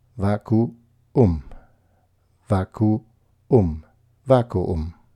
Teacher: ein Klacklaut zwischen den zwei U's